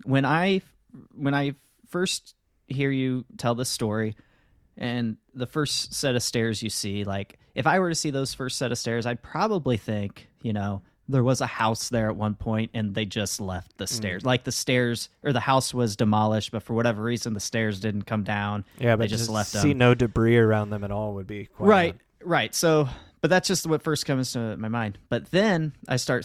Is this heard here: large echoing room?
no